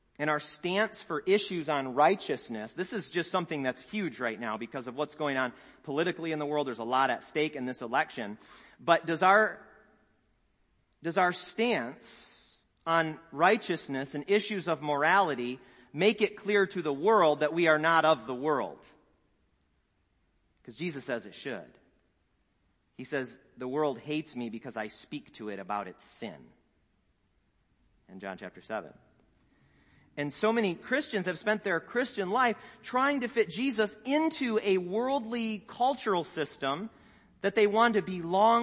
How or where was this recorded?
large echoing room